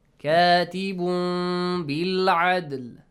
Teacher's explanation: إقلاب. You have to change the tanween sound into a hidden meme sound.